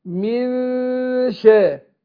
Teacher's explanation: وهنا النون ساكنه وبعدها الشين، فهنا بنخفي النون عند الشين، لان الشين من حروف الاخفاء، بيجي بعد النون الساكنه والتنوين 15 حرف بتخفى النون عنده. فاحنا بنخفي النون عند الشين مع ترقيق الغنه